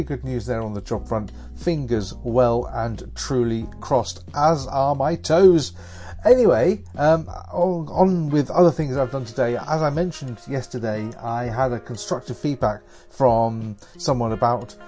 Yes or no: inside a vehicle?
no